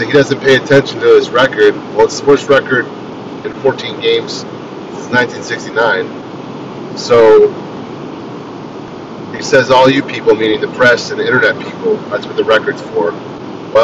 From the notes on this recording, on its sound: Driving Edition. Decided to drop a pod while driving.